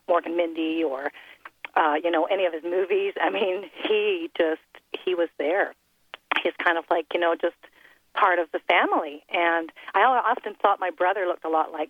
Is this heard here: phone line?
yes